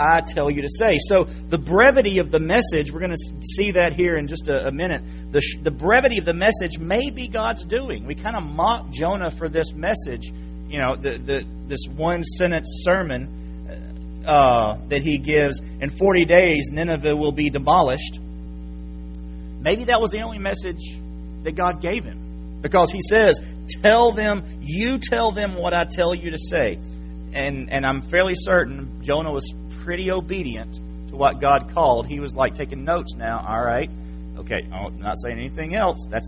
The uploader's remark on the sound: January 8, 2017 PM Service. FBC Sulphur, LA.